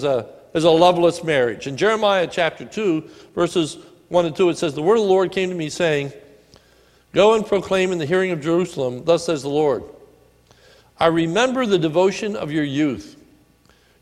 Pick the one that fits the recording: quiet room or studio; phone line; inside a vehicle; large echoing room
large echoing room